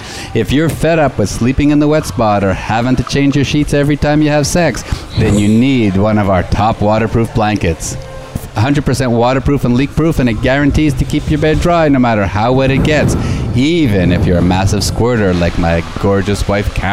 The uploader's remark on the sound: Broadcast on location from our annual swinger houseboat trip on Lake Mead, NV, with 15 full-swap swinger couples.